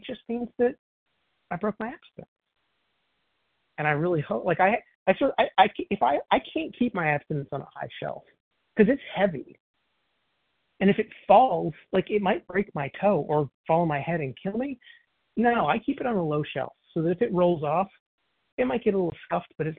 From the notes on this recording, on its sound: 100 Pounders Phone Meeting.